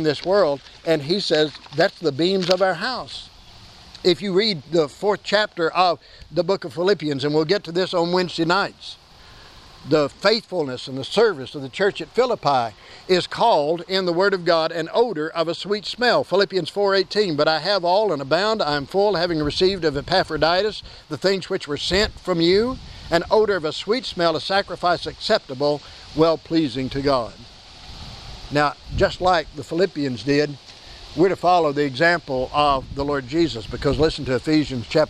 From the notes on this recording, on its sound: Please excuse the presence of the wind noise. This service was held outdoors due to a fire in our building on Saturday afternoon.